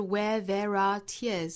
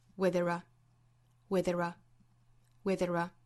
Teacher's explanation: 后面这三个单词都是虚词做弱读 · Shown in: second take